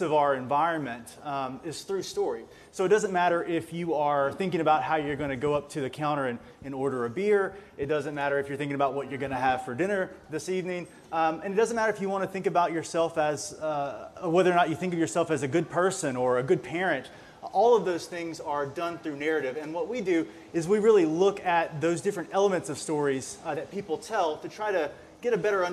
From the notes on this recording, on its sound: This interview was recorded in February at a Research on Tap event, held at Iron Monk Brewery in Stillwater